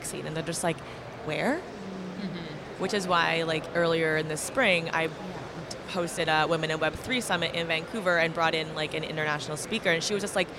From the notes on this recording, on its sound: Vancouver Takeover at Collision Conference. Live at Collision Conference.